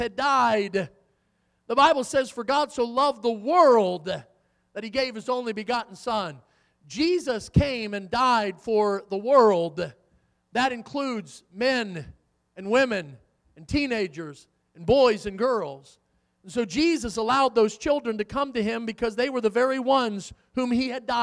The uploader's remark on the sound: in the Sunday Morning Service on December 10, 2023, at Victory Baptist Church in Boonsboro, Maryland